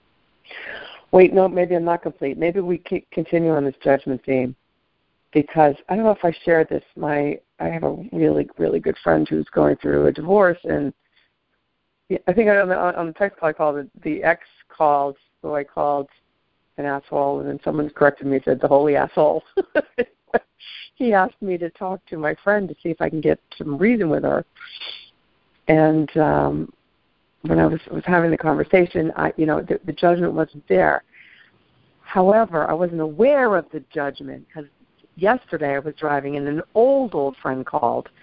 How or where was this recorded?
phone line